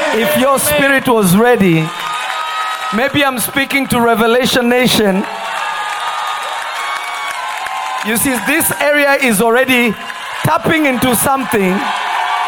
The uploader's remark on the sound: At Prophetic Service at Revelation Church in Simi Valley.